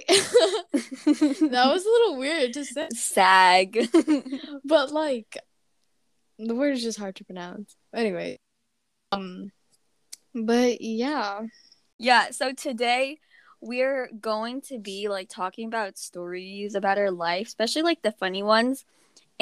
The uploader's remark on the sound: Ignore the glitches during the first 15 mins